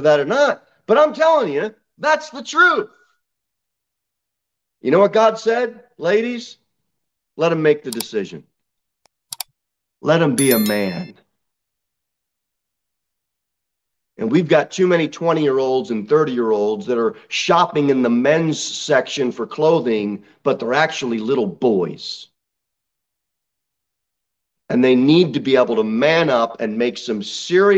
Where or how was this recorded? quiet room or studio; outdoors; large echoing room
large echoing room